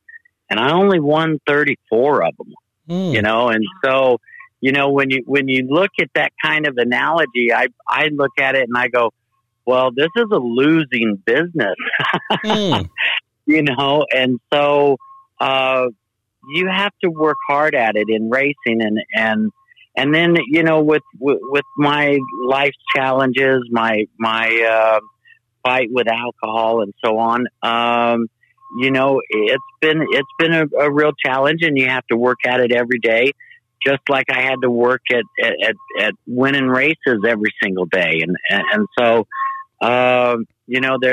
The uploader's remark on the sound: calls into The Week In IndyCar